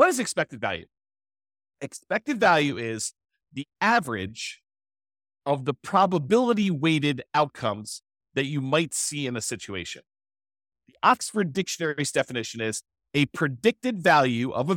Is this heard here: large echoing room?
no